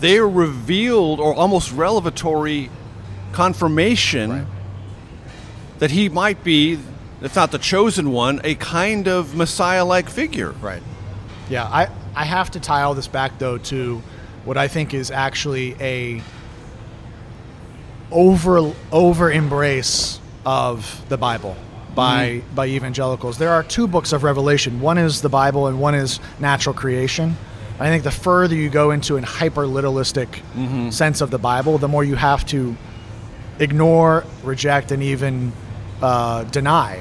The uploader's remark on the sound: This conversation was recorded on June 26, 2023 at The Roost food hall on Capitol Hill.